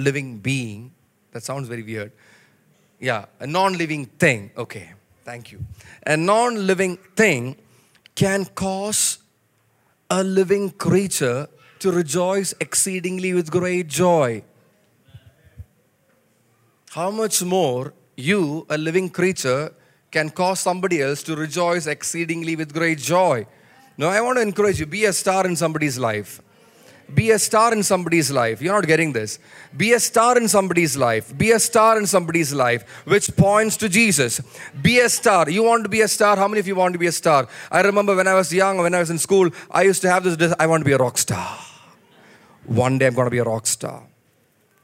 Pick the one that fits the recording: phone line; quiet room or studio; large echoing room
large echoing room